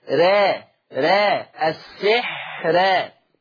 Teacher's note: قرأ ورش بترقيق الراء وصلا في لفظ السحر الآية 102. أما وقفا فهي مرققة للجميع، لجميع القراء، السحر السحر، فهي مرققة للجميع.